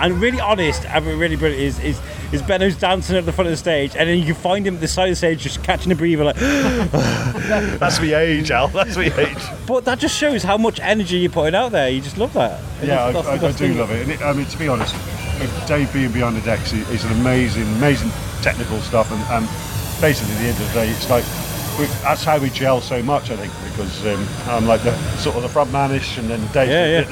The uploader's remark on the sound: Today's episode was recorded at West Mids Showground for the Bonfire and Fireworks Bonanza hosted by The 90's Revival.